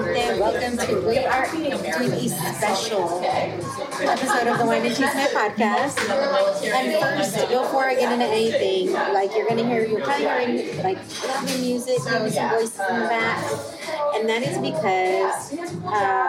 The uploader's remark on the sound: Thank you WetStone Wine Bar for hosting